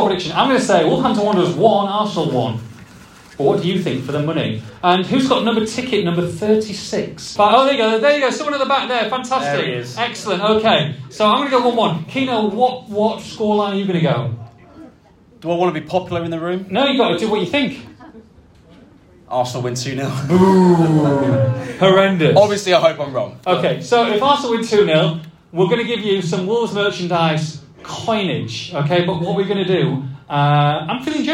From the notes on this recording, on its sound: LIVE (and half-cut) from Molineux. In front of a sold-out crowd in the Sir Jack Hayward suite. Live Q&A.